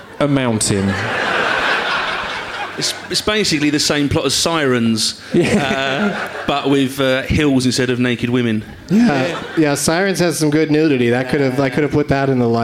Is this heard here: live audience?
yes